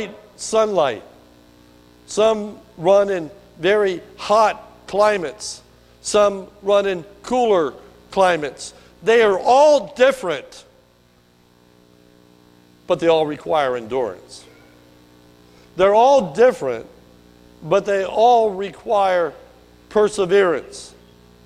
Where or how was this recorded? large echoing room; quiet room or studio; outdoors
large echoing room